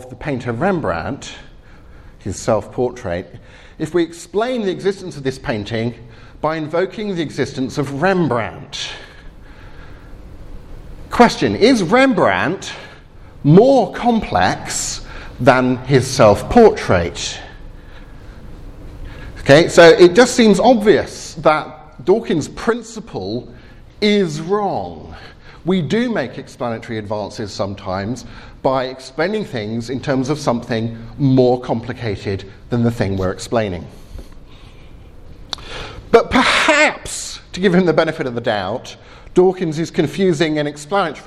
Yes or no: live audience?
yes